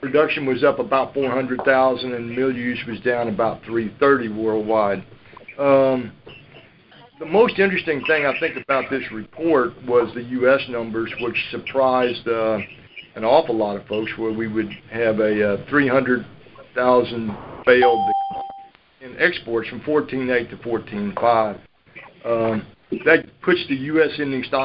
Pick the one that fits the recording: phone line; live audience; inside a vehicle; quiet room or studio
phone line